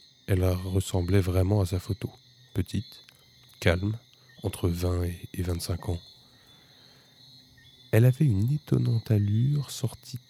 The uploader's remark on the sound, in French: Enregistrement nocturne en extérieur.